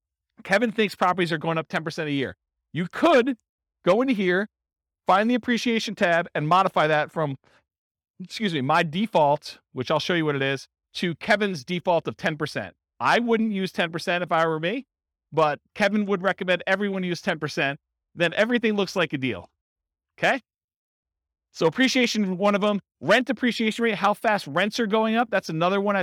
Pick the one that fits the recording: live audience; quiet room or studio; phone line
live audience